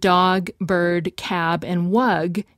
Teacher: the G in dog wug and the D in bird and the B in cab are all pronounced with buzzing, voiced like the Z